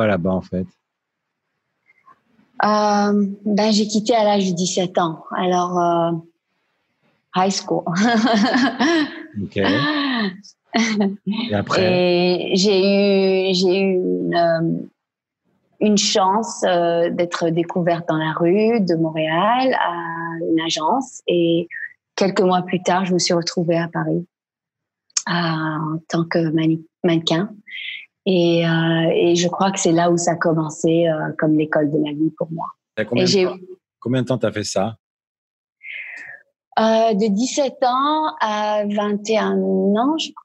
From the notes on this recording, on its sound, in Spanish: En Zoom